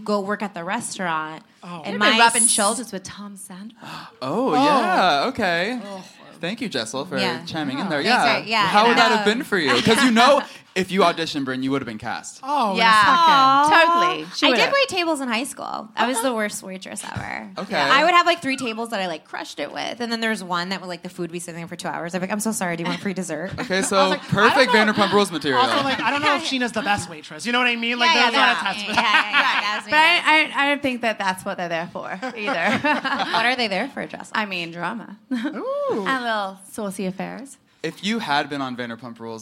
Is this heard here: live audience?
yes